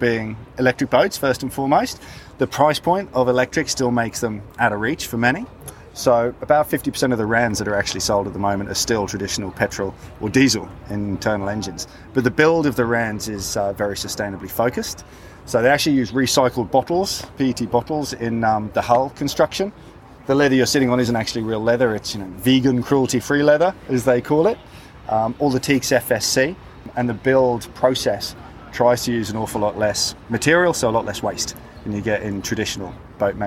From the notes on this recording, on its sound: Recorded at the Sydney Boat Show.